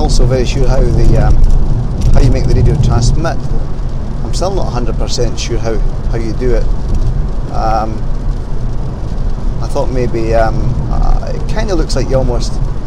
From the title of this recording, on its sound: Another Rambling Drive Into Work